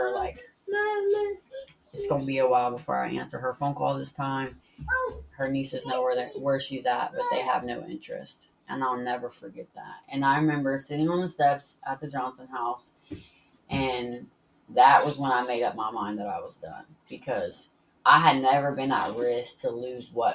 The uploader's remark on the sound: This one was recorded at her home with her two precious little girls. It's a little loud and there's a lot of sweet little voices and lots of things happening in the background.